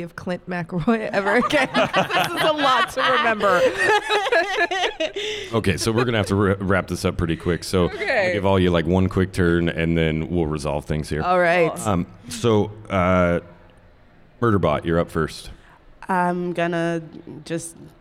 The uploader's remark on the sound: Live from PodCon